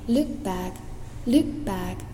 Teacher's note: look back 里面的 k 可以省掉